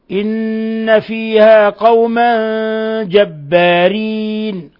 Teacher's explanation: إن فيها حرف غنة مشدد يغن مقدار حركتين، هذه النون المشددة وتلك الميم المشددة يسميان حرفا غنة مشددان، فلهذا إن فيها حرف غنة مشدد.